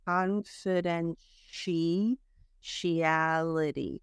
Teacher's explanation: The first T sounds like an SH